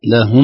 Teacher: الميم مع الميم مدغم إدغام كامل، فهي ميم مشددة، أطبق الشفتين